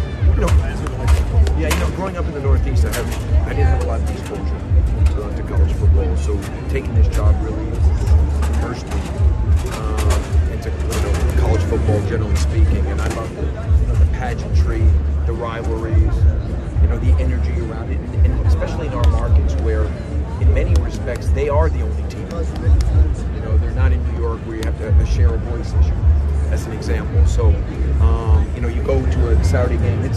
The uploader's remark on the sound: At the podium during Big 12 Media Days, he was asked some questions from national media about his conference.